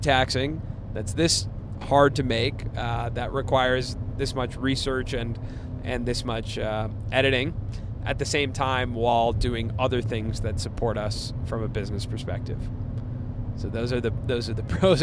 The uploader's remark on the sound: While we were driving from Pheonix to Flagstaff Arizona, we turned on our mics and recorded one of our most vulnerable conversations to date